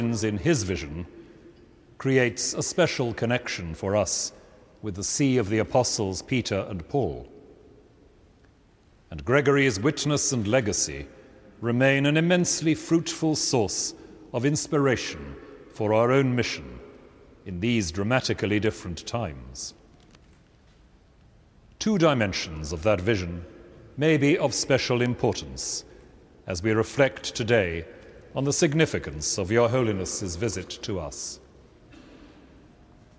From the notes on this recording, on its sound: An Evensong service in Westminster Abbey.